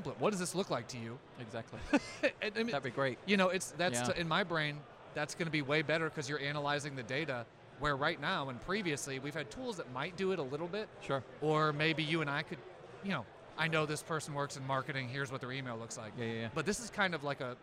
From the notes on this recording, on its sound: Live at RSA Conference 2023. Speaks with experts in attendance at RSA Conference 2023.